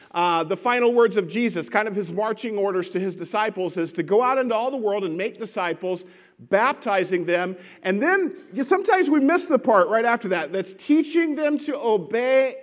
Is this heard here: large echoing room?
yes